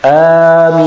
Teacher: So the second one you extended 2 or 4, but the first one only 2 harakat.